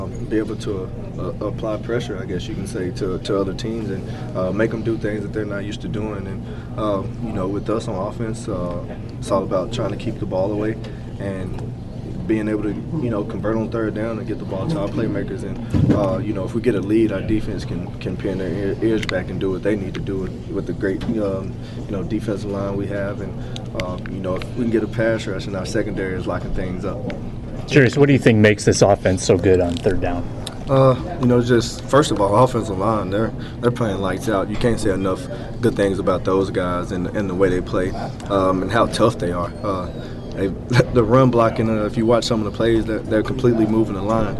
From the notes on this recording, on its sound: Speak From Winter Park. The audio from yesterday's victorious locker room at Winter Park.